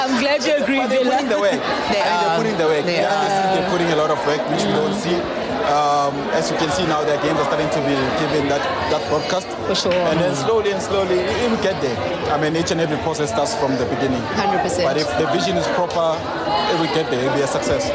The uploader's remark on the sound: OUTSIDE BROADCAST